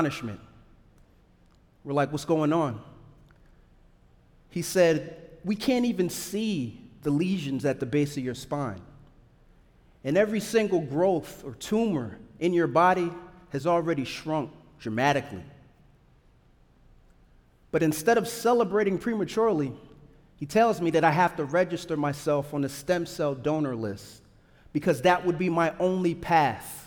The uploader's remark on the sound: This episode, recorded live at Florida Theatre, showcases storytellers from diverse backgrounds, each sharing their transformative experiences.